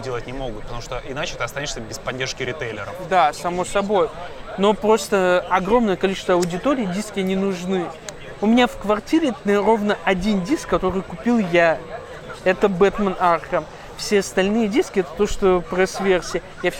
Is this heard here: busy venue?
yes